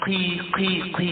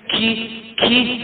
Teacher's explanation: وهي مفخمه لكنها مكسوره بحيث لا تنطق كاف · Shown in: first take